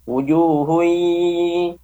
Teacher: dengungnya idgham bi gunnah, ya, memasukkan dengan dengung. Wujuhun, ke hidung dengungnya.